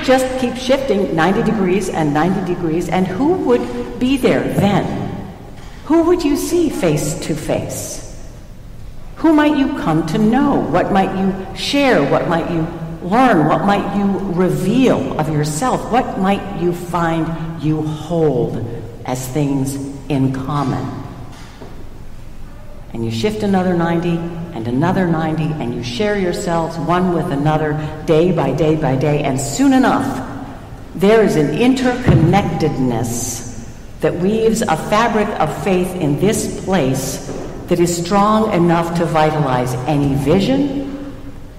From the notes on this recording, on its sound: Recorded at Trinity Church, Princeton NJ